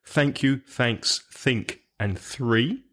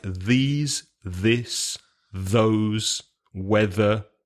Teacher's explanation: You've got the TH sound with no voice, like thank you, thanks, think, and three. And you have the other sound with voice in words like these, this, those, weather, etc.